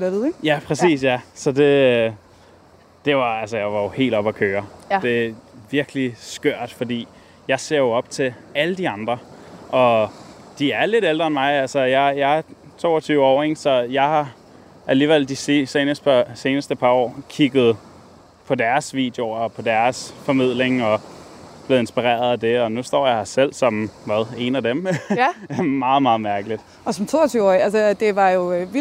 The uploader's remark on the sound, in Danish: I dagens afsnit bliver lytterne inviteret med til årets naturmøde i Hirtshals. Sneget sig til et hemmeligt møde i klitterne ved Hirtshals. Låne sofaen på Lifescenen. Til en times livesending.